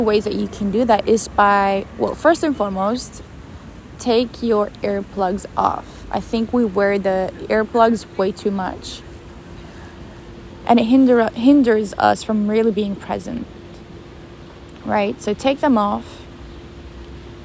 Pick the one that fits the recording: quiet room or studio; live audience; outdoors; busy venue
outdoors